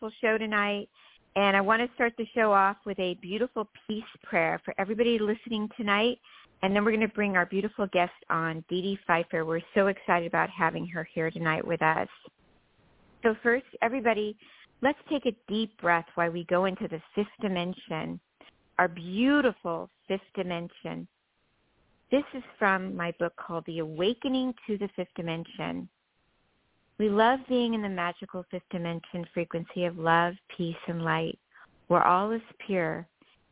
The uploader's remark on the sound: THIS SHOW WAS PREVIOUSLY RECORDED. Previously recorded callers.